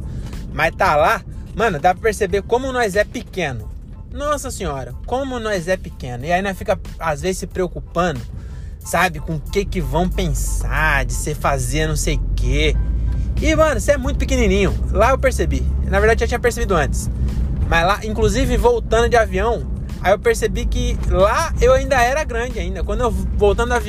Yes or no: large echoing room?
no